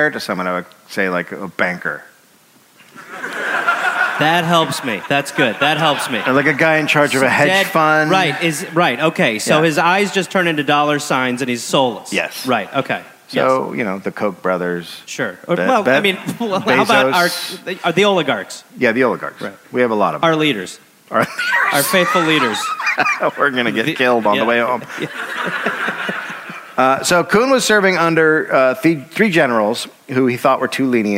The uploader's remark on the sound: Recorded live in Amsterdam.